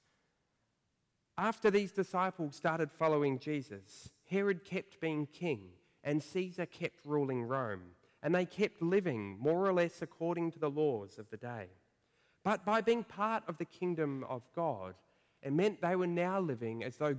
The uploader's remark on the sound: preached at First Church of Otago